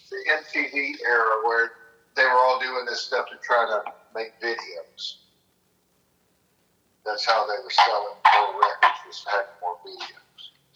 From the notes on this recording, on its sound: Phone Call With My Dad.